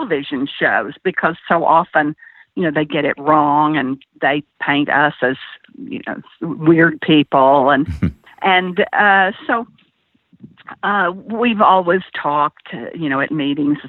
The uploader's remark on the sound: via internet phone